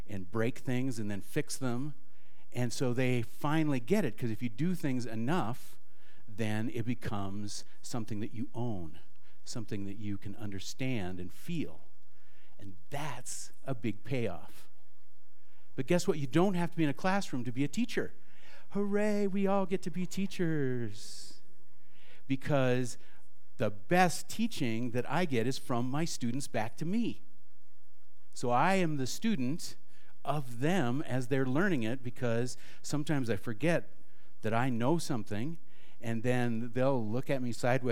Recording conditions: live audience